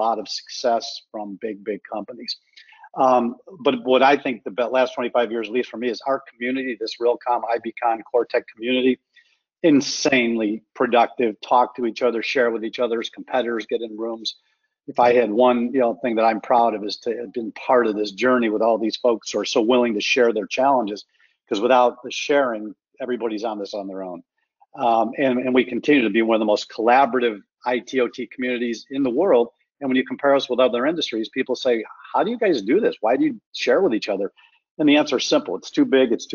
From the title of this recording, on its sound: Realcomm Webinar